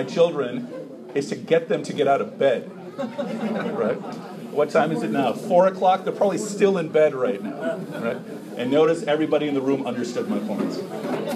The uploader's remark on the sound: An impromptu talk at the Islamic Center of Wheaton at an open house attended by members of local Churches